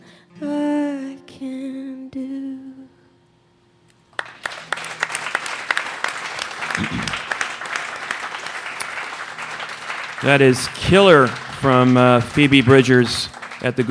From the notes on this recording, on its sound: a conversation and live performance at the Goose Island Tap Room in Chicago